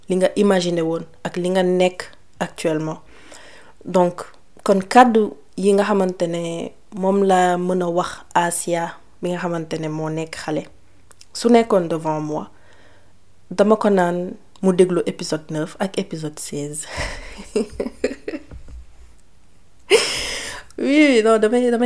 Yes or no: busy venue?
no